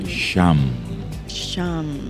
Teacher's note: usted deja que esa M resuene. Resuene, la sienta y le vibre Y lo vas repitiendo una y otra vez.